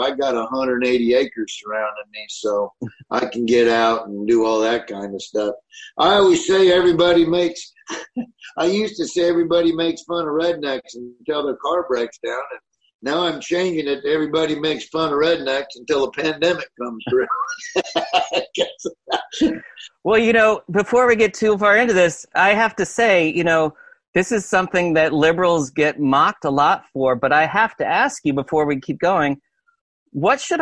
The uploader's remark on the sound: From his kitchen in Nebraska to talk over Zoom.